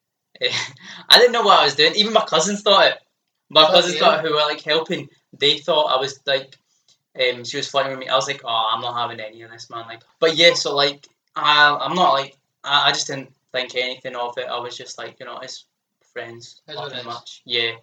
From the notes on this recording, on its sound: Sorry for the audio quality of this episode.